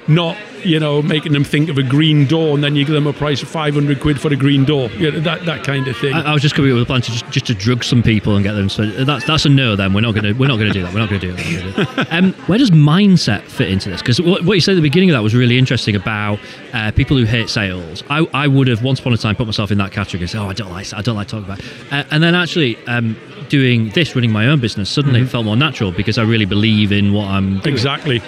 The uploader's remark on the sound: Recorded at the YORBusiness Expo in Leeds in March 2023.